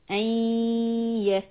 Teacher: So this will be ayya. The sound of the noon is really gone. We don't say an, but we just go into ya, but we keep the ghunna sound of the noon. Ayyakunu. 2 counts on kaf and noon. · Term: idgham